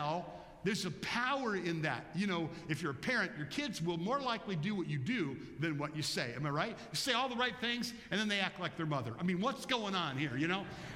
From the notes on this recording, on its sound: Bethel Church–Jackson, Michigan